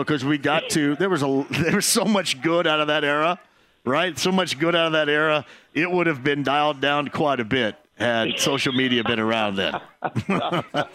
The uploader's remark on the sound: Full Show: Live From Mucky Duck On A Blue Friday!